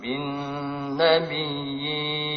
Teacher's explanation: boleh dibaca panjang dari 2, 4 atau 6 harokat